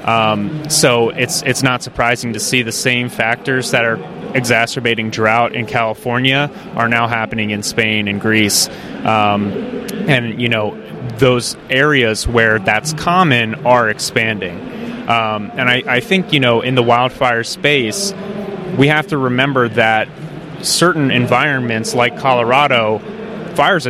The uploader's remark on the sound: at the Trees and Utilities 2023 Conference